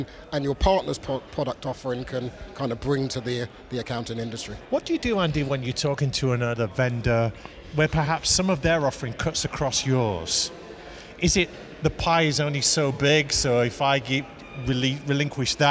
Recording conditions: busy venue